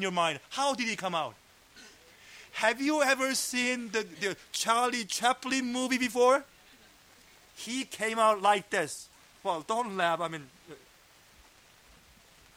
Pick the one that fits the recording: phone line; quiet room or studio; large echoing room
large echoing room